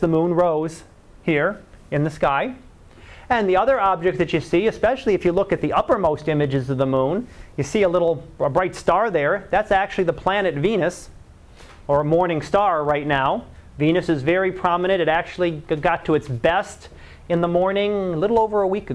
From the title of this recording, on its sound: Live Class Lecture